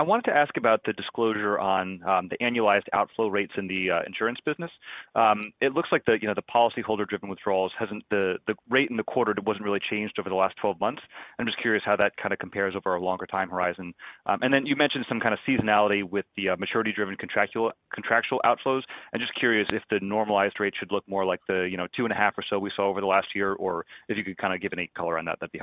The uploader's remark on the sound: Earnings Conference Call.